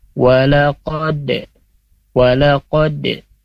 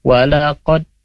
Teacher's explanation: Walaqad, nah, di sini ada di kata qad ada qalqalah, ya, dal sukun. Nah, cara bacanya itu memantul, ya, ini masuk huruf qalqalah · Shown in: first take